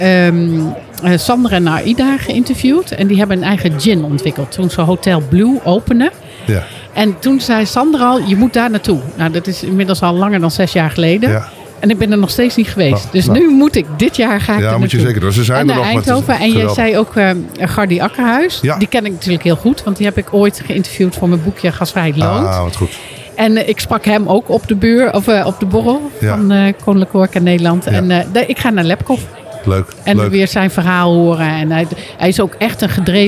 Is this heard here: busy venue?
yes